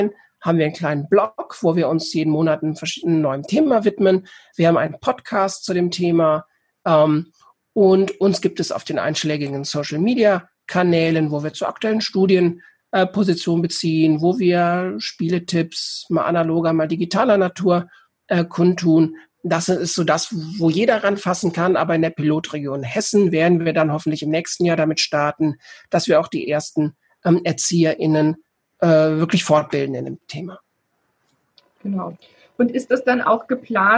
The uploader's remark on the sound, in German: Interviewmitschnitt vom Online Kongress "Zukunft Schule"